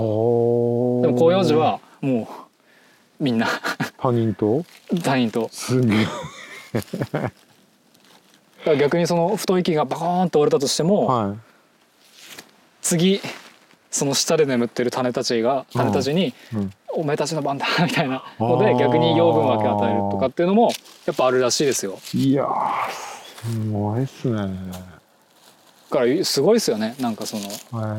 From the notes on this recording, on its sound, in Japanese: 森の中を歩きながらおしゃべりしました。気持ち良い秋晴れの森の中。